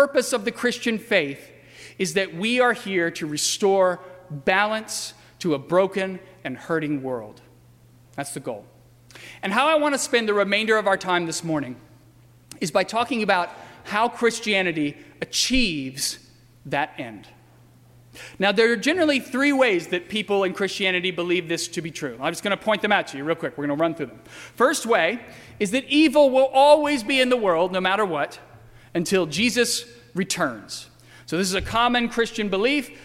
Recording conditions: large echoing room